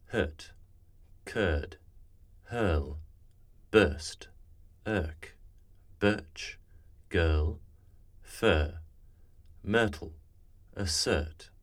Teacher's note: there is no R colouring in RP. So your tongue is essentially flat in your mouth · Term: Sound 12, as in nurse